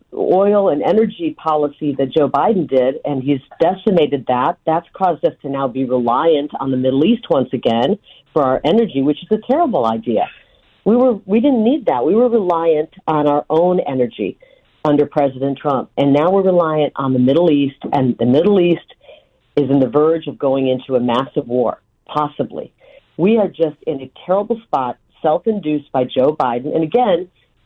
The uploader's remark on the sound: joins the show by phone